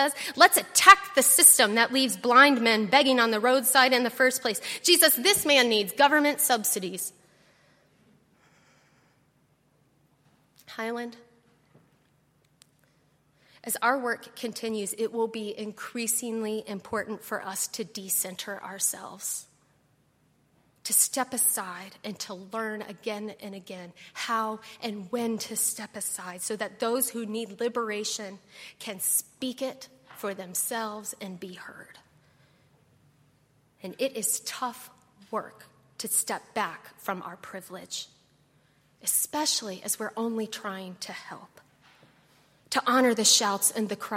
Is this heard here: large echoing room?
yes